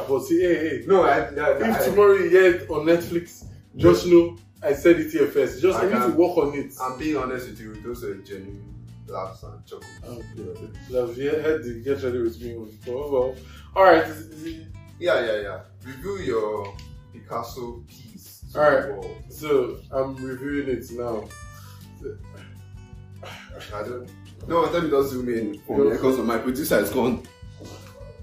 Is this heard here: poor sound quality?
yes